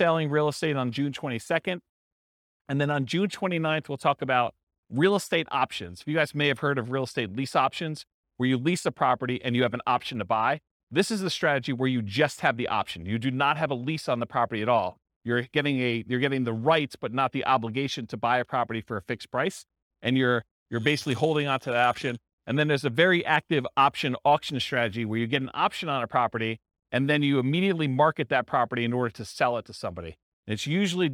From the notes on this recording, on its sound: This was a live class recorded